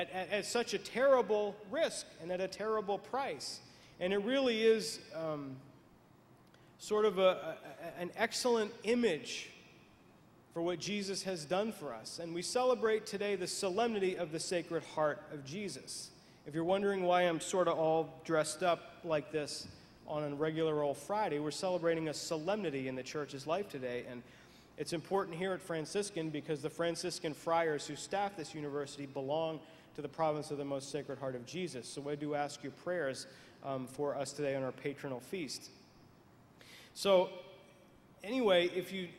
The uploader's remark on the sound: Franciscan University. Delivers his Homily at the Catholic Charismatic Conference Sunday Morning at the Mens Conference of 2010.